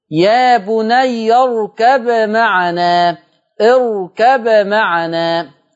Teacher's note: وعلى ورش عن نافع يظهر الباء، وعند إظهار الباء يقلقل